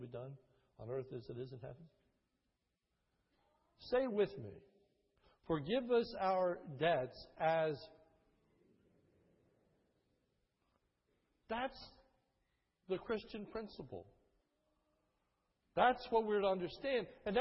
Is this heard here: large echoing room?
yes